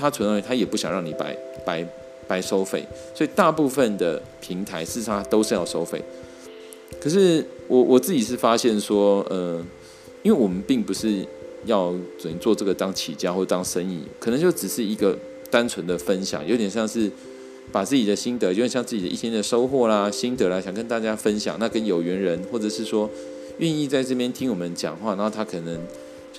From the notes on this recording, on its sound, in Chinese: 今天入手的雪怪（Blue Yenti）終於到了！然後開始學習mac上的garageband來錄音，發現有些發音錄起來變得怪怪的，雖然也有些惱人的雜音。